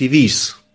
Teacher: Endet aber ein Wort mit E, zum Beispiel die Wiese, dann fällt das E weg, das ist die Wies.